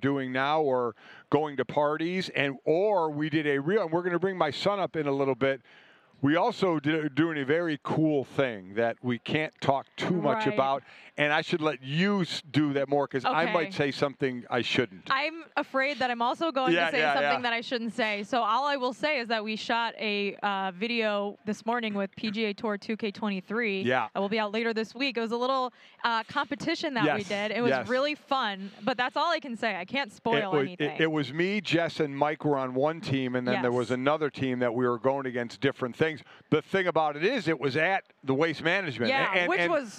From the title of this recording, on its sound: from Radio Row in Arizona